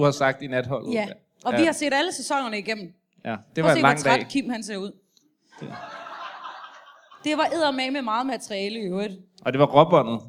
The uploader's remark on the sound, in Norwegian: LIVE fra Comedy Zoo